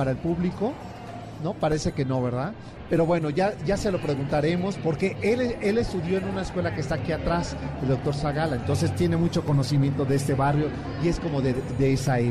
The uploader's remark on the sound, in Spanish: Escucha la transmisión desde El Festival del Adulto Mayor en el WTC de la Ciudad de México.